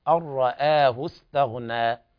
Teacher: على قراءة الجمهور تفخيم الراء وترقيق الهمزة